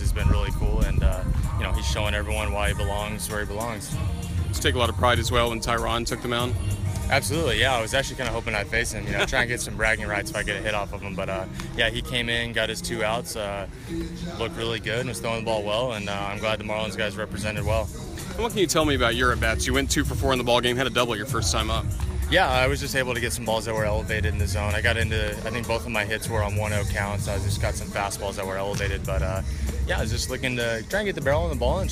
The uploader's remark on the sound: This interview was recorded on July 11, 2017 at the Baseball Grounds of Jacksonville.